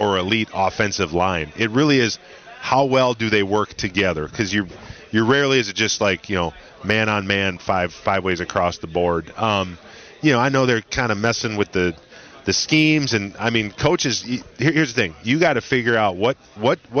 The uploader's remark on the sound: Live From Radio Row at Army/Navy.